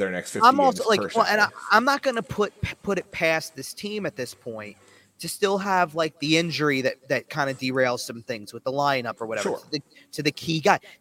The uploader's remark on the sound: Live From The Farg. Checks in live from Wells Fargo Center.